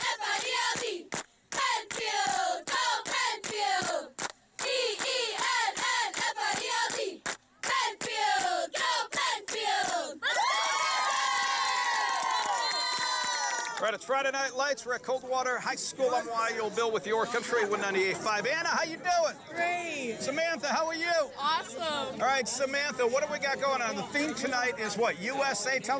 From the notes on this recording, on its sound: Sounds of Friday Night Lights at Coldwater High School